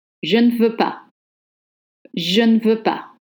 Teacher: the E is softened and almost dropped. And now I'm just sure you've read or heard that French will either drop the ne together to put je veux pas.